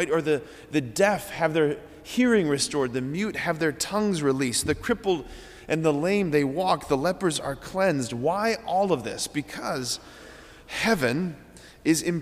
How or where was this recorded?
large echoing room